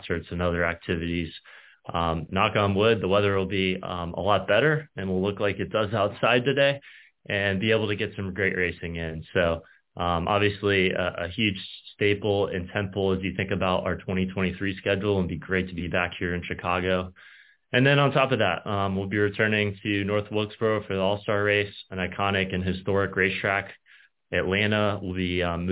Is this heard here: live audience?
no